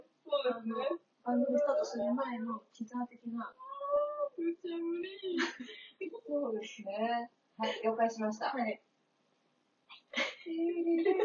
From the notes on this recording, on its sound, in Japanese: 対面収録なのになーんでこんな音声悪いかねww。音量無理やり上げたのでまた雑音すごいです泣。